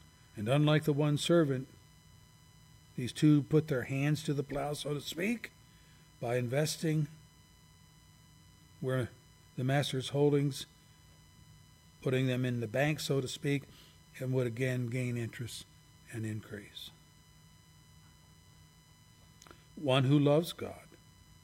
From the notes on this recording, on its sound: services recorded at Thornville Baptist Church